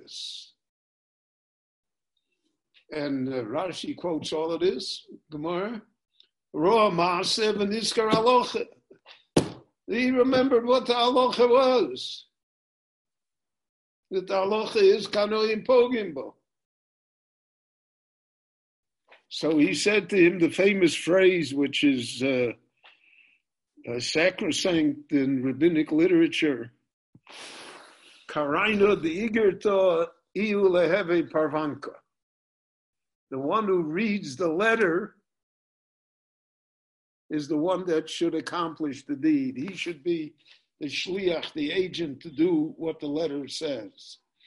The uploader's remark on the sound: This shiur was given LIVE in Jerusalem via Zoom.